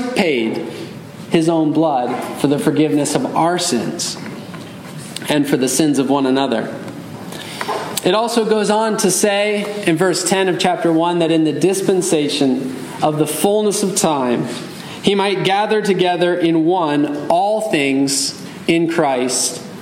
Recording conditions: large echoing room